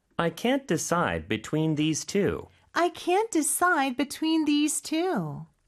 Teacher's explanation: 그 다음에 decide 이음절의 강세가 있고요. between도 역시 이음절의 강세가 있고요